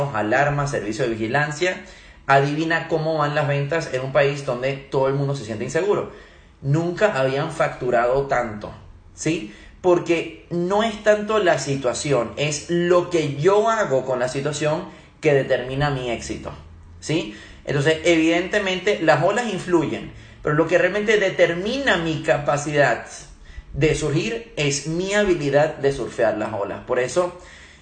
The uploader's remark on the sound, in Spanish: Primera sesión de preguntas y respuestas realizada por Instagram Live